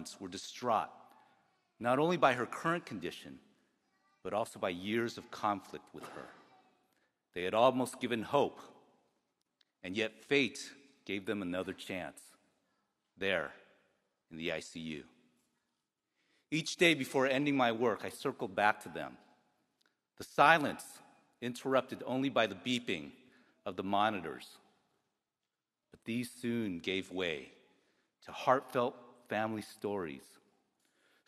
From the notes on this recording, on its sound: The keynote address at the 2023 UC Davis School of Medicine commencement ceremony, held in the Robert & Margrit Mondavi Center for the Performing Arts on the UC Davis campus.